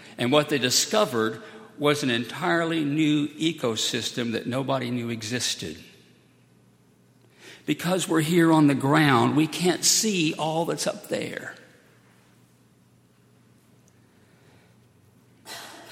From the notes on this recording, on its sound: at Highland Baptist Church